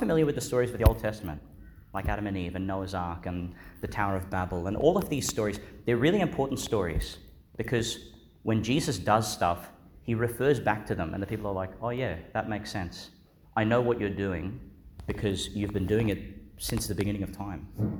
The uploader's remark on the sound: Delivered in Our Lady Star of the Sea Church, Gladstone, Qld. Joined by some of our primary school children.